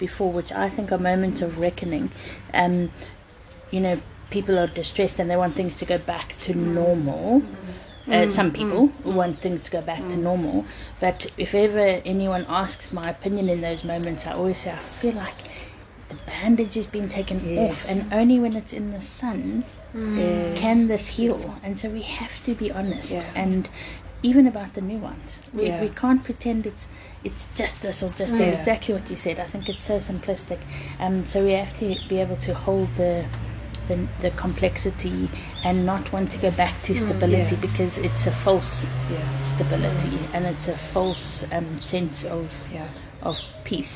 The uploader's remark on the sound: We recorded these outside because of Covid and so please enjoy the garden life sounds